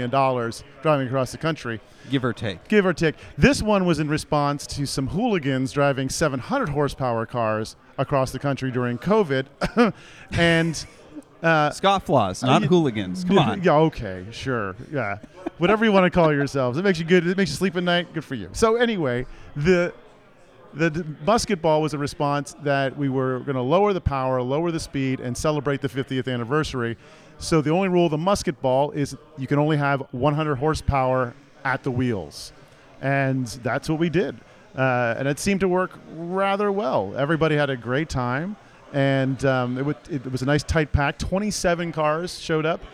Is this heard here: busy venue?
yes